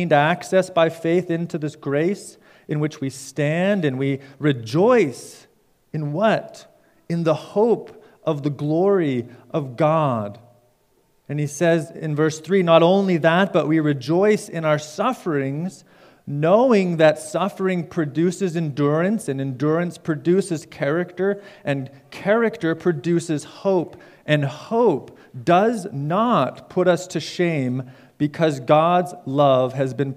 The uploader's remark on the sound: Preached at Fairview Cornerstone.